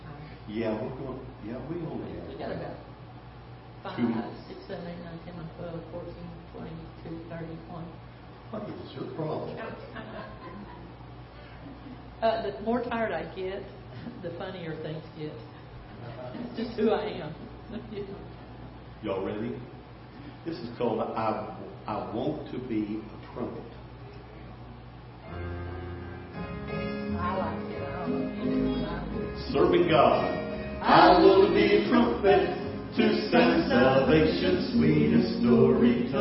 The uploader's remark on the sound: Ketha Heights Baptist Church ~ Live Broadcast